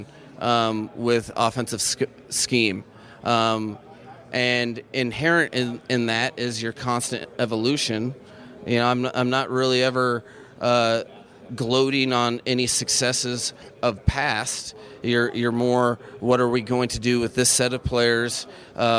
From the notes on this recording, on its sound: we listen to sound from the NFL Combine today